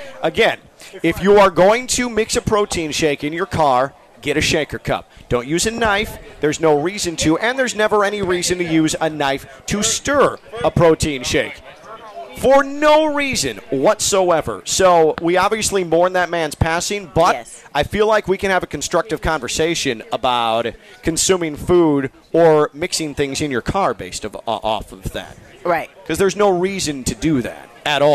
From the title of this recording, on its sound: Live from the Honda Classic